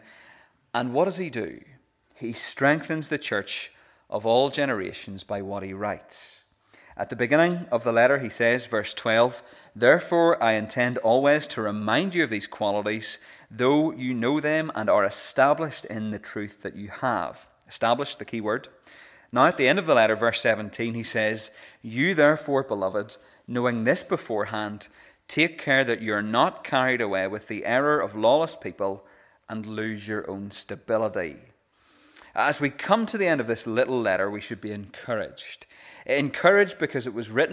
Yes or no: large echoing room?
yes